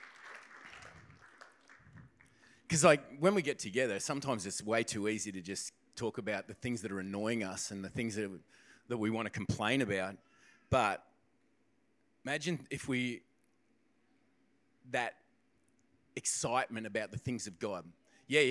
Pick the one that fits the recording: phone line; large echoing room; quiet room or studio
large echoing room